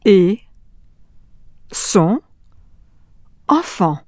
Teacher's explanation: T and TS are both silent at the end of a word